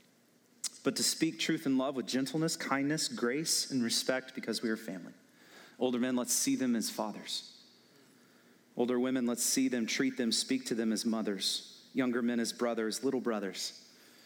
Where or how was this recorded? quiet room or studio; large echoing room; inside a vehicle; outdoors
large echoing room